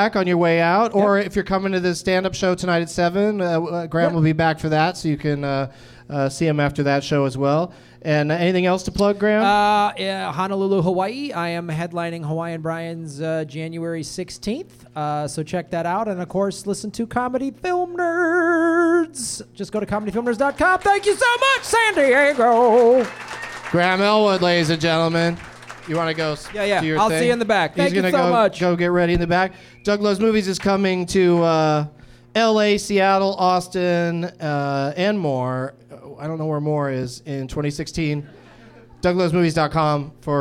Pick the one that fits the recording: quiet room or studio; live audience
live audience